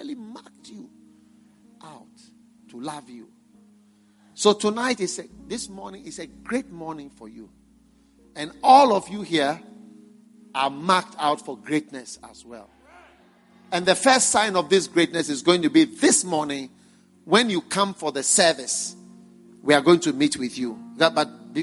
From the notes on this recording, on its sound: Preached at the First Love Watchnight Service.